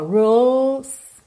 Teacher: Atenção que como a letra E não é pronunciada, você já parte do L, que a linguinha está lá no céu da boca